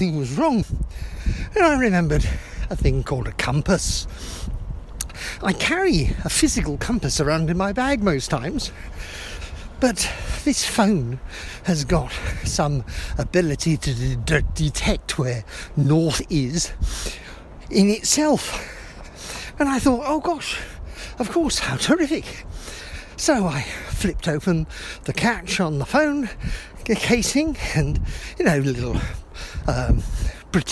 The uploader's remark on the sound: A pedestrian's thoughts while walking to the bus stop. Handy mobile thought.